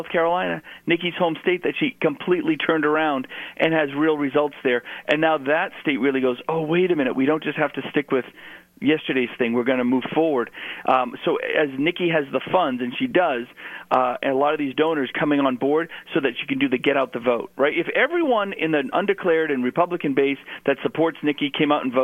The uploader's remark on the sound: called into GMNH